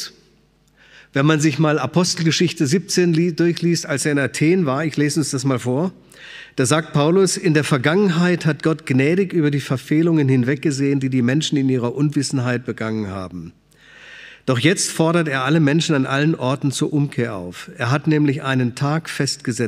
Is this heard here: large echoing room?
yes